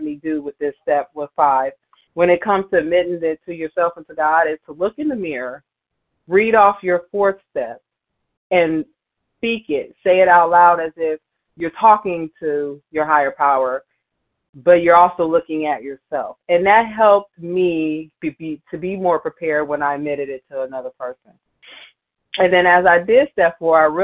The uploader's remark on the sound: 100 Pounders Phone Meeting, 5/24/23